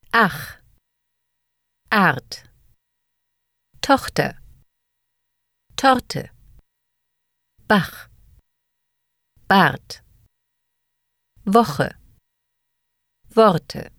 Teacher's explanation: As you have learned, R can be pronounced either in the back of the throat or with the tip of the tongue. When R is pronounced in the back of the throat, it sounds similar to the guttural CH as in acht, auch, and doch. When R is pronounced with the tip of the tongue, it resembles the L sound.